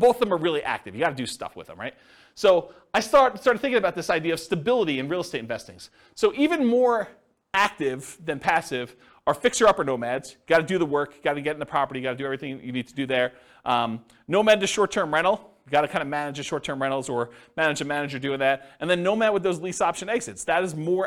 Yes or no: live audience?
yes